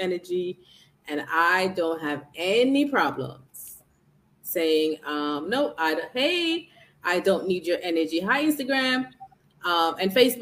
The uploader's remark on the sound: SORRY about the echoing.